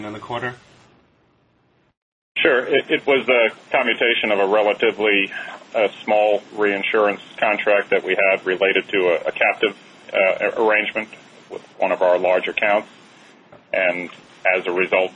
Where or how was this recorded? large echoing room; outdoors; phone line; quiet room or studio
phone line